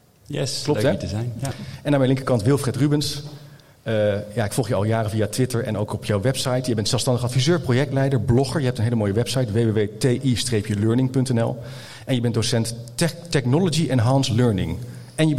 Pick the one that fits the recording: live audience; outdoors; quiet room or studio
live audience